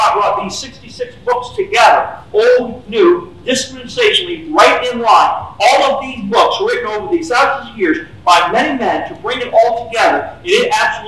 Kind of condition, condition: setting, large echoing room